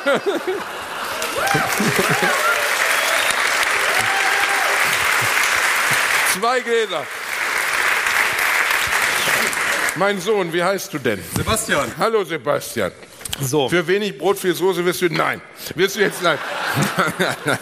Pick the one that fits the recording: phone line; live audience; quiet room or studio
live audience